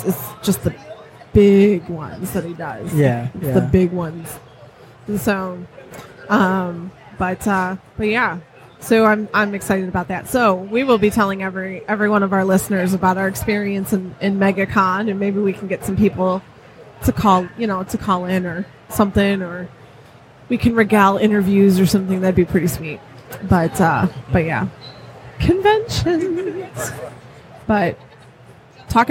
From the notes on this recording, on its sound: Live from Motor City Comic Con